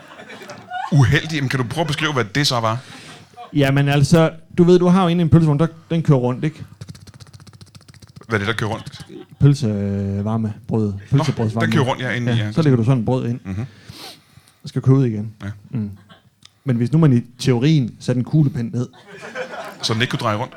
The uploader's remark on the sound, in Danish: LIVE fra Hanstholm Madbar